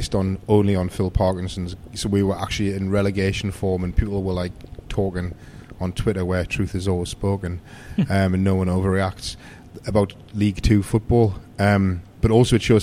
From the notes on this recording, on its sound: are at The Peacock